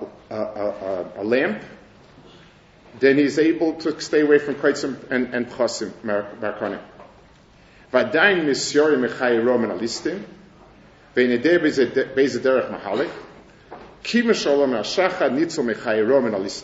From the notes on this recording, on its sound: Delivered at the Mir Yerushalayim